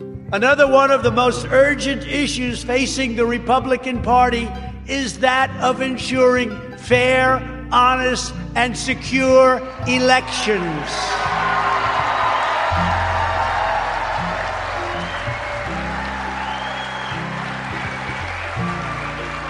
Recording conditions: live audience